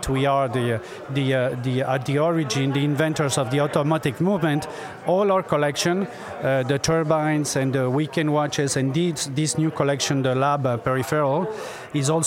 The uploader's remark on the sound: Take a trip to Illinois to attend MicroLux Chicago 2023. Little did they know they we're gonna be put in a kitchen to do interviews.